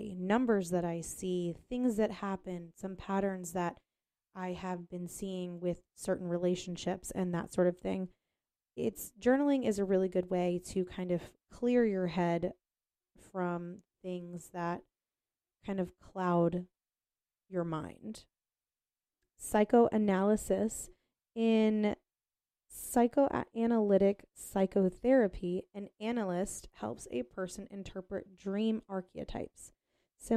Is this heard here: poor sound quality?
no